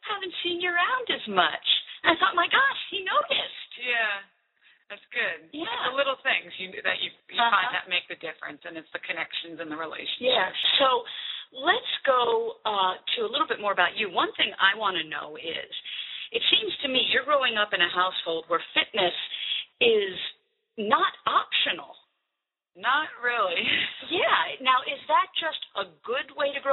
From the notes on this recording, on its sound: NOTE: This is an old show, before I was using a good microphone, so I apologize for the sound quality.